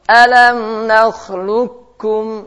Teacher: dibaca dengan idgham, langsung masuk kaf. Seakan-akan sudah hilang kafnya di situ.